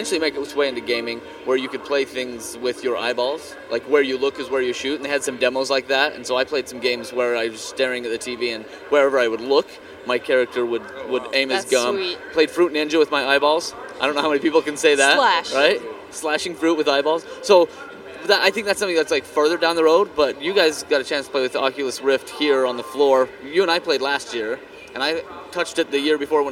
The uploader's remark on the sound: We descend on the Sony Booth&#8217;s Main stage to record this weeks LittleBigKast! LIVE from CES 2015!! We descend on the Sony Booth’s Main stage to record this weeks LittleBigKast!